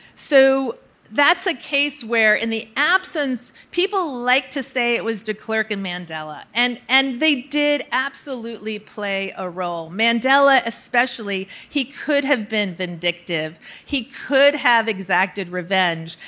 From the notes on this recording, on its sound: Recorded March 1, 2022 at the Upfront Summit.